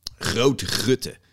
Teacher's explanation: En ja, kijk, ik begin automatisch al een klein beetje dat Engels erin te verwerken. Of course, what makes it very different from English is the guttural G, which is very, like, raspy in Dutch.